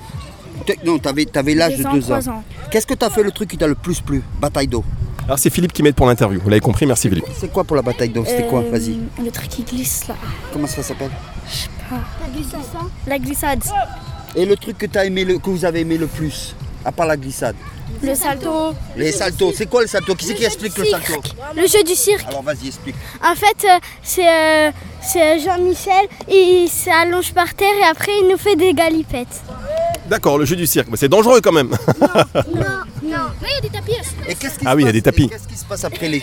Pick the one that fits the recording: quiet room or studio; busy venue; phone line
busy venue